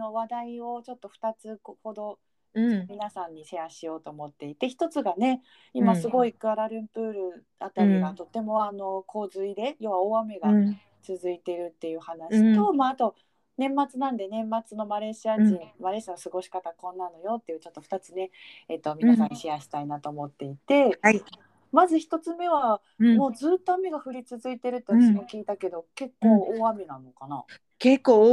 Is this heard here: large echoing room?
no